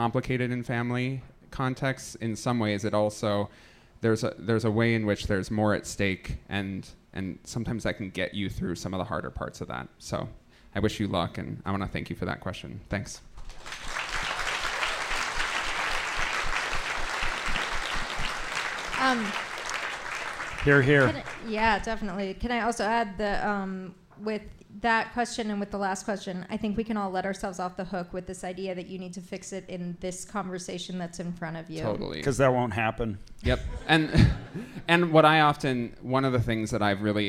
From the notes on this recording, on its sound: Minneapolis Live Show Edition. Sell out the IceHouse Minneapolis for a the first stop on their live show tour! Featuring goofy experiments with the audience.